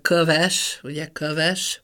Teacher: Az ő is nyíltabb lehet, tehát az ő helyett ö